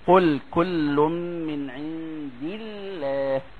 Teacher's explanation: أما عند الوصل بعد كسر فإن اللام ترقق والألف تبعا لها، ثم ترقق الهاء